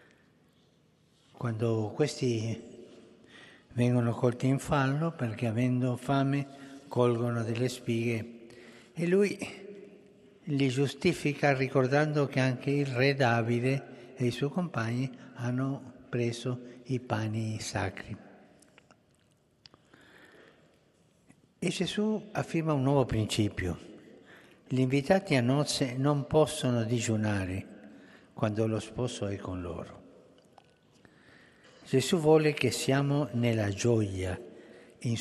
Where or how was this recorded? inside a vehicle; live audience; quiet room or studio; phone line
live audience